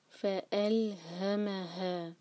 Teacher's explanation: یہ ہا جو ہے سینے سے نکلے گا، حلق یوز نہیں کریں گے